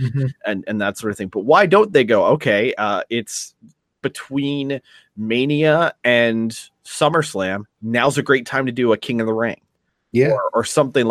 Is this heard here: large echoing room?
no